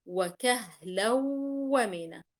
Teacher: الناقص إنه فقط لم تدغم النون كاملة بل أدغم الجزء اللساني من النون في الواو فأصبحت إدغاما ناقصا ولم تشدد الواو بسبب ذلك. وكهلا ومنا.